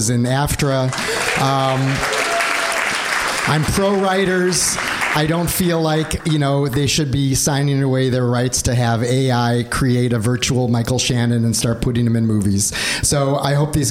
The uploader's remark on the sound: Live at Space. On-stage conversation at the club Space.